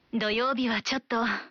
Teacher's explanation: इसकी अंतिम ध्वनि को लंबा खींचते हुए हल्की आवाज में बोलने का भाव है कि आप हिचकते हुए मना कर रहे हैं।